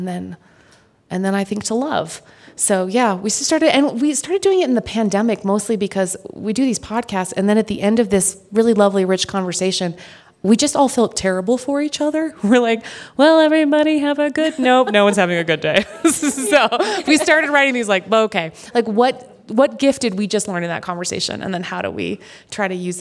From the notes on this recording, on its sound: This special On Being episode was taped live with an audience at the Aspen Ideas Festival.